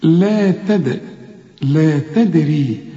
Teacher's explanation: الدال ما دام عليها السكون لازم تقلقل